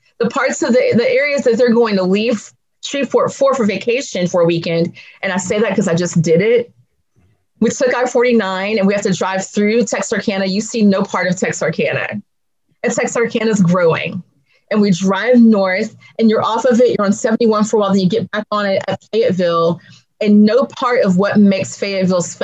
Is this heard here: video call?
yes